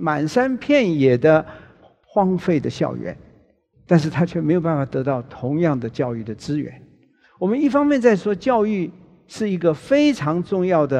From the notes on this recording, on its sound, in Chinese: 本集節目取自【2023突破者知識跨年饗宴】現場錄音。